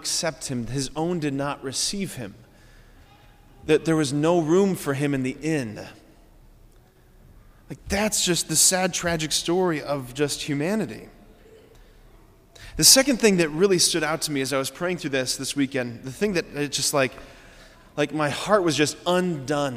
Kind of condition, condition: setting, large echoing room